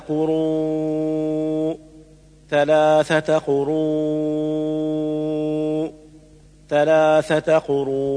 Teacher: ولا يجوز قصره 2 حركات لقوة الهمزة بعده · Term: المد المتصل العارض